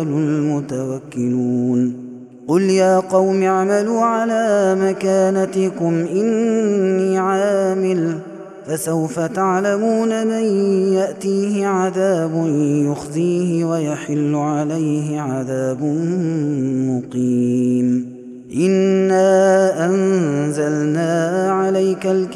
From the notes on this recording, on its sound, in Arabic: هذا التسجيل من صلاة التراويح.